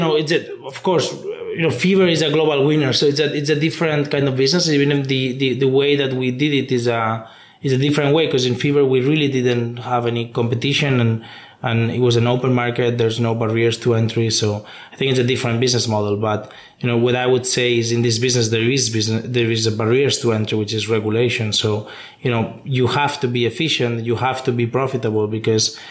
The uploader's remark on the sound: During two days of workshops, fireside chats and talks, we grabbed 14 leaders and founders to share their views on the sector, and tell us why they were there. The selection from the conference floor.